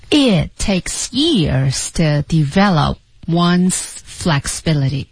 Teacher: 这句话最慢的两个单词就是一个是 years，其次是 take